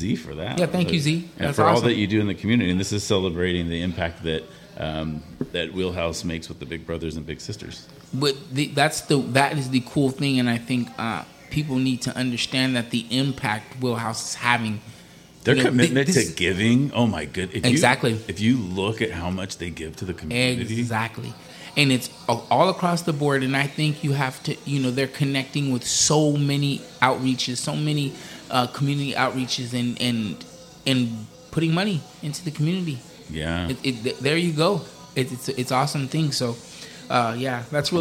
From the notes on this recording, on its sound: Live from Wheelhouse Lounge in Port Hueneme. Live from the Wheelhouse VIP Lounge.